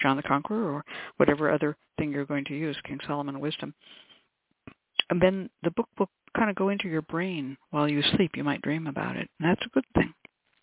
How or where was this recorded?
phone line